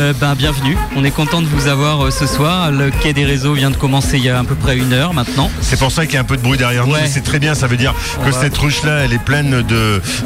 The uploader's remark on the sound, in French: Radio Activ’ était en direct le Jeudi 16 Novembre 2023 de la CCI des Côtes d’Armor pour couvrir l’évenement “LE QUAI DES RESEAUX”. À la CCI Côtes d’Armor à Saint-Brieuc.